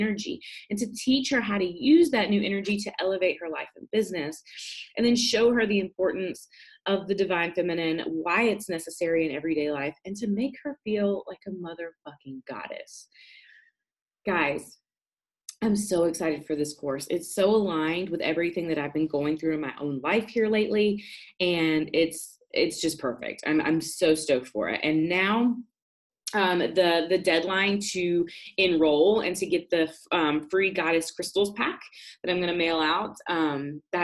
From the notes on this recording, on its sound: This week's episode is an audio recording of an IG live.